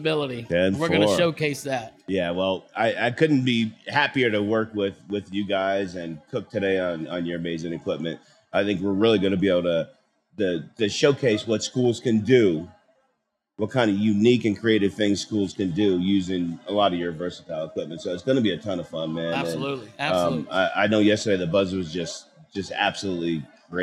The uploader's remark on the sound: Live from the School Nutrition Association Annual National Conference. Live from show floor at the SNA Annual National Conference in Denver Co.